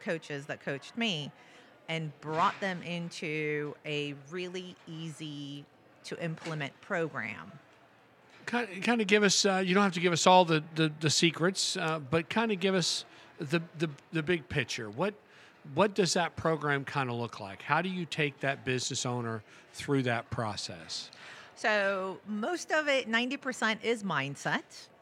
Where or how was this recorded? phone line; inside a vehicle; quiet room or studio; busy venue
busy venue